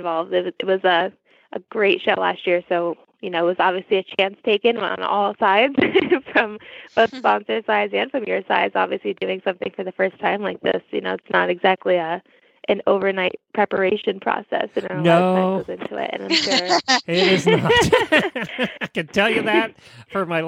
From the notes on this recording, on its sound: Holiday Radiothon. Loads of holiday voicemails and live calls from listeners.